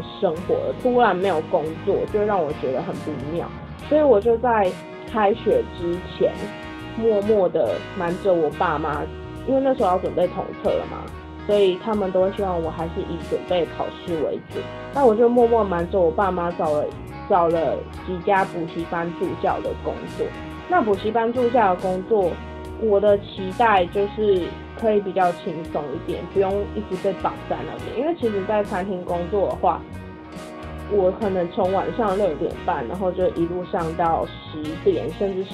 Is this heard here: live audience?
no